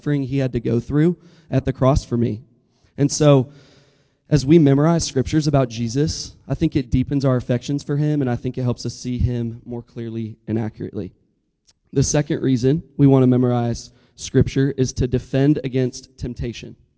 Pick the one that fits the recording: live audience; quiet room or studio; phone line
live audience